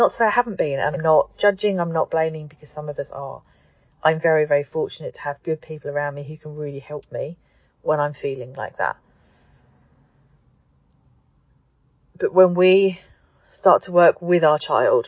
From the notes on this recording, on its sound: As I sit in the car outside my son's exam centre.